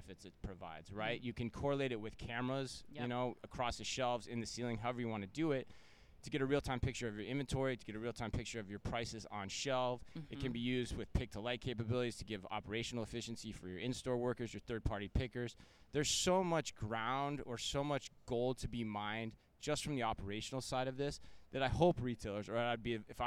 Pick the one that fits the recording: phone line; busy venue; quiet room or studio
busy venue